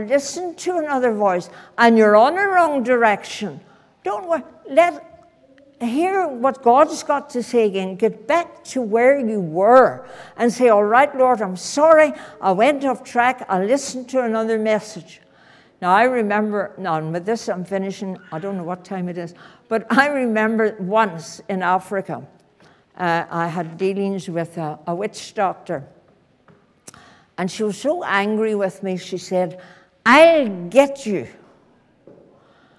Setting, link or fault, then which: setting, large echoing room